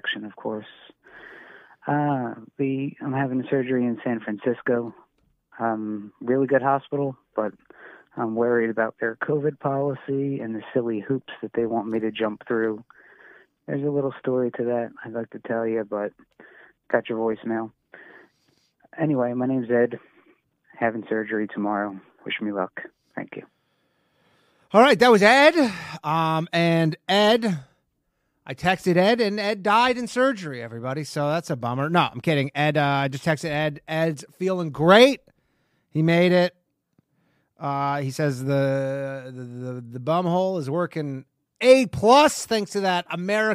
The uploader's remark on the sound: Call in show.